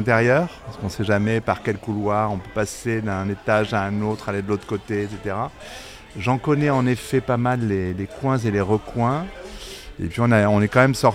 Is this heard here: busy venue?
yes